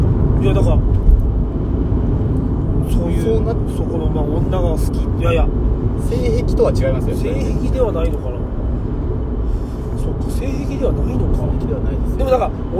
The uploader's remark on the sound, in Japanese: 営業中の車の中で